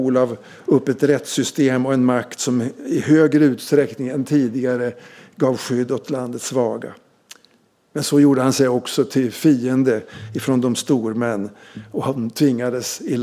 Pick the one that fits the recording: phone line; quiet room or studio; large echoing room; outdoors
large echoing room